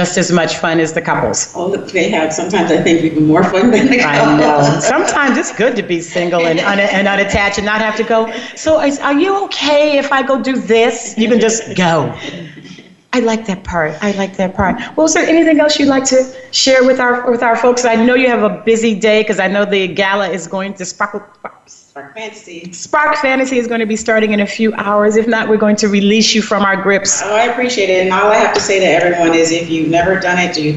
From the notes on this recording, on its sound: Broadcast Live from Hedonism Resort, Negril, Jamaica. Bring you all of the fun happenings at Hedonism Resort this week as they celebrate their 38th Anniversary with a lavish Gala.